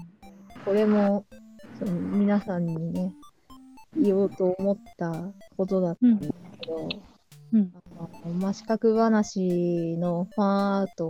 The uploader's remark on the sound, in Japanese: 音声が終始乱れております